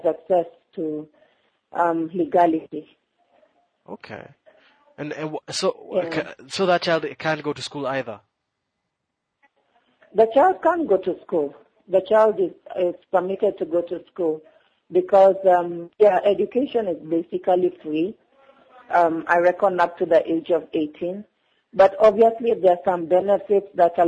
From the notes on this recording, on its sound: When I got on the phone with guest columnist. This podcast was recorded a long time ago, when I got on the phone with guest columnist and African Bulletin writer.